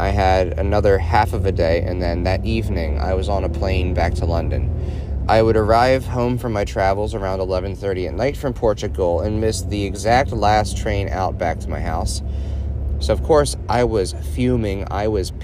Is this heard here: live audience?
no